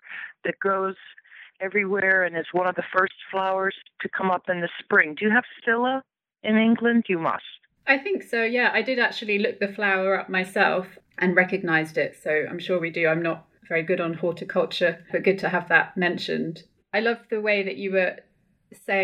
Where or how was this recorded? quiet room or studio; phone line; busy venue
phone line